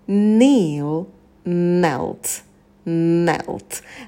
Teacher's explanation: На звуке «н» сидите подольше.